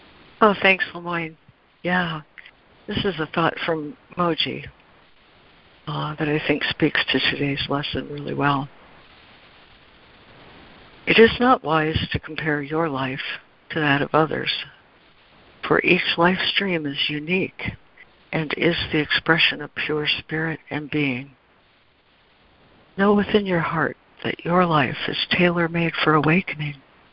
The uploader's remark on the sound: ACIM Daily Conference Call.